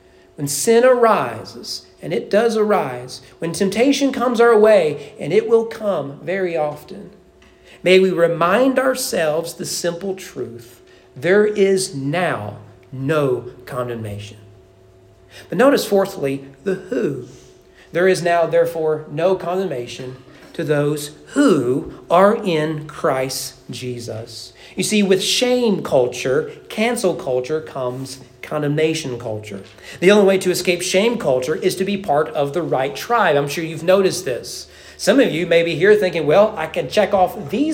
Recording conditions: large echoing room